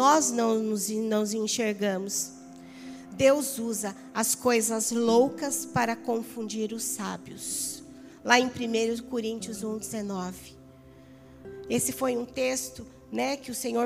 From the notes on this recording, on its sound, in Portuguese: Áudio do Culto de Domingo do dia 14/08/2022.